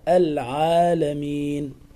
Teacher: هذا مد طبيعي يمد بمقدار حركتين فقط